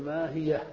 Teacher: كيف تبقي الفتحة على الياء في ما هي في السؤال تأتي بهاء السكت تقول ما هي فأبقيت الحركة